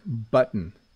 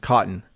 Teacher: We hardly say the O